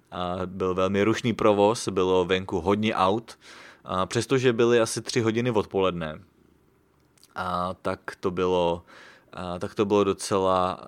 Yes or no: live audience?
no